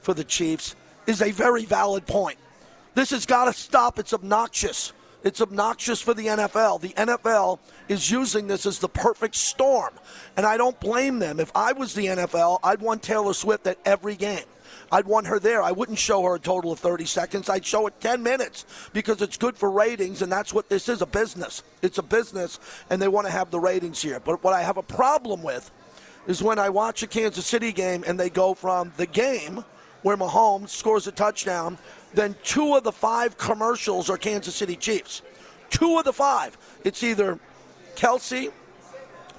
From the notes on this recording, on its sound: LIVE FROM CAESAR'S PALACE